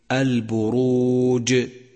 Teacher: قلقل حرف الجيم لأنه جاء ساكنا في آخر الكلمة · Term: قلقلة